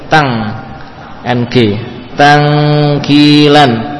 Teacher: suaranya murni melewati khayshum. Kalau kita tutup rapat akan berhenti. · Munghaliq, yakni betul-betul terkunci dan suaranya hanya melewati khayshum saja · Term: inghilaq